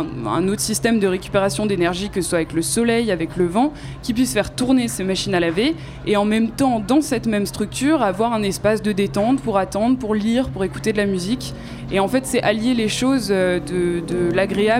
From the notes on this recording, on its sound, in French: Une émission débat enregistrée à la Grande Halle de la Villette, dimanche 13 décembre 2015, lors du Festival Freestyle. TEPOP occupait le vaste espace en mezzanine sur le Balcon n°1 de la Grande Halle de La Villette, pendant le festival FREESTYLE (skatepark, Hip Hop, DJ sets, street market, BMX…) ouvert à tous gratuitement. L’animation et l’enregistrement de ces débats étaient assurés par L’œil à l’écoute.